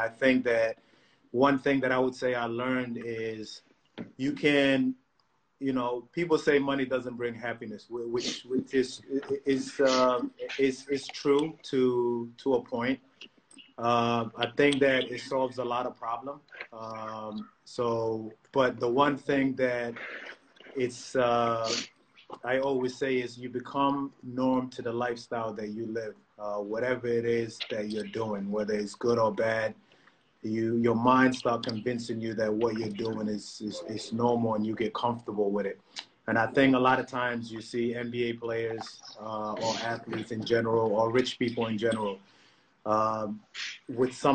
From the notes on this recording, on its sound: Whilst the world is locked down during the coronavirus pandemic. It was straight Q&A, as they answered questions from fans.